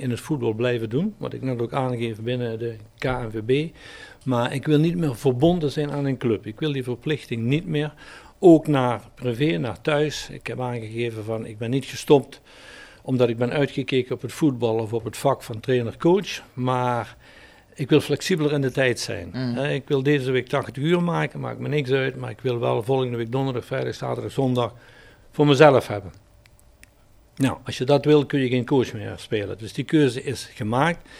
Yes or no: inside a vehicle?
no